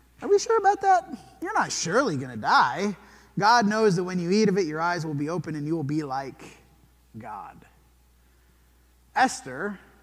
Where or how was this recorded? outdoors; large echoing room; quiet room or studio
large echoing room